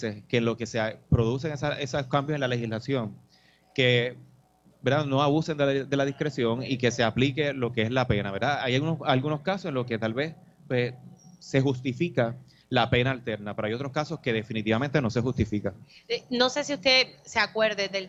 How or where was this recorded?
busy venue